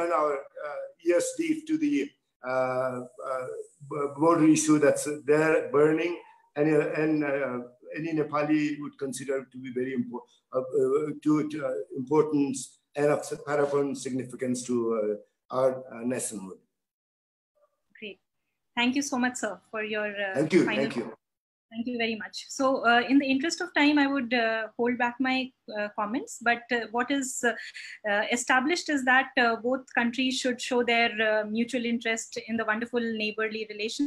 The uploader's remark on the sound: IMPRI International Webinar.